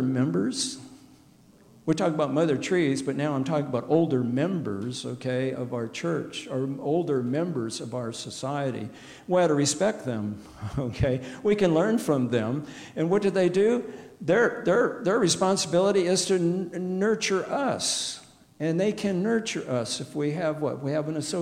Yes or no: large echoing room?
yes